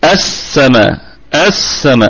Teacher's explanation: اللام كما قلنا لام شمسية مضغمة تضغم في السين